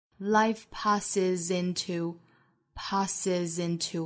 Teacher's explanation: 那既然后面这个是浊辅音，我们确定了是 z，再跟后面的 into 做连读的话呢，就是有一个 z into 的辅元连读了